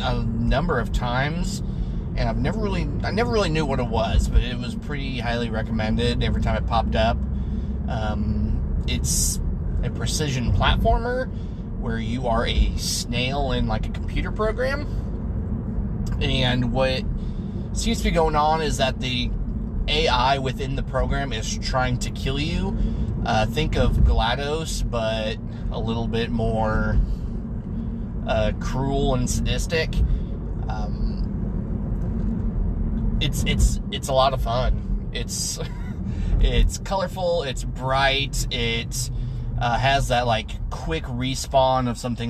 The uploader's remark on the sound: record while driving home